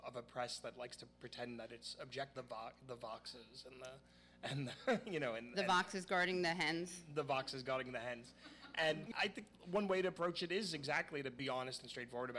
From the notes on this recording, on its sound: During this live show